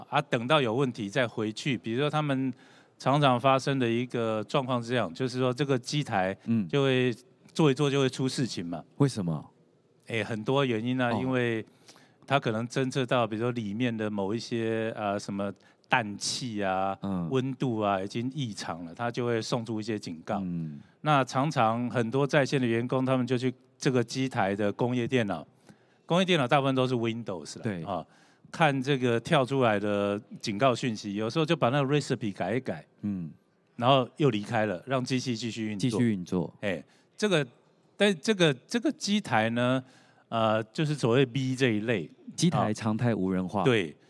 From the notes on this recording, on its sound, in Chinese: 本集節目於2022年「台灣國際智慧製造系統整合展（TIIM）」展期間錄製